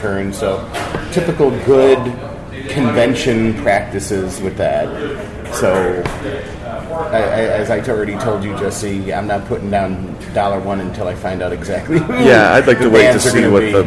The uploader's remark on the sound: LIVE from … CELEBRATION 2017 in Minneapolis and Chanhassen, Minnesota